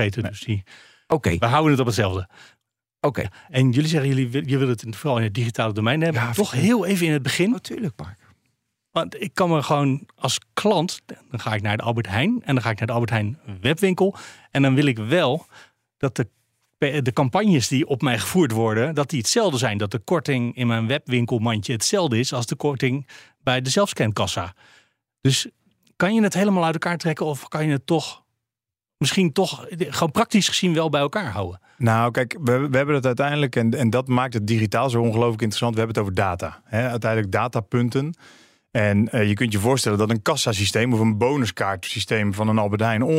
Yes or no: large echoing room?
no